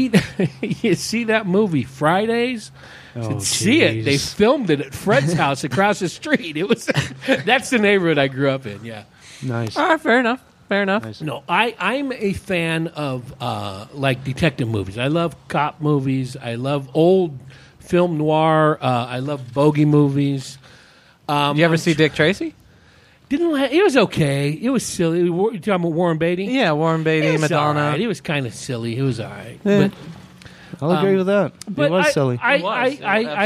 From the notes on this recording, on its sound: Recorded at The Park Plaza Liquor & Deli. Recorded at The Park Plaza Liquor & Deli.